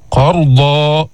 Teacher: فخمنا الراء الساكنة المفتوح ما قبلها